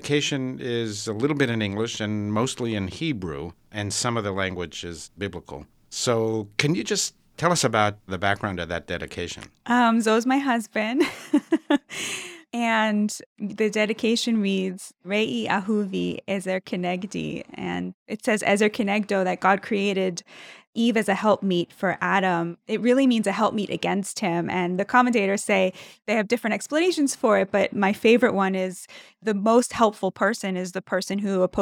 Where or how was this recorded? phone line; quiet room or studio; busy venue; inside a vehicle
quiet room or studio